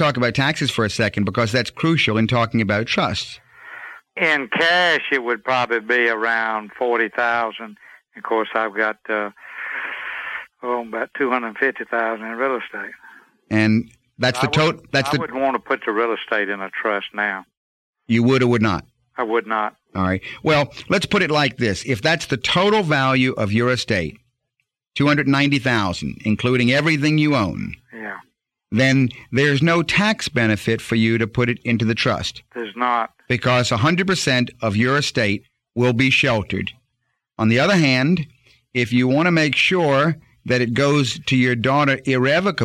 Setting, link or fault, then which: link, phone line